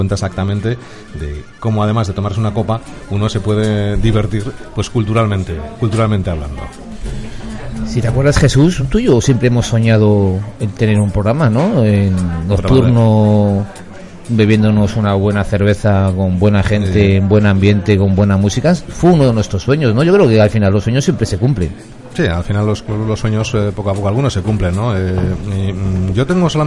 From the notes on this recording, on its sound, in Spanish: Nos complace presentarte nuestro primer programa en directo desde el Bar Kafka de Valladolid. Este rincón de copas en nuestra ciudad.